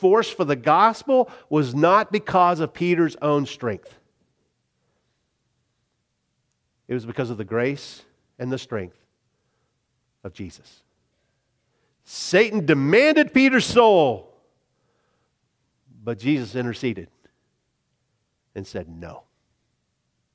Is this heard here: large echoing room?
yes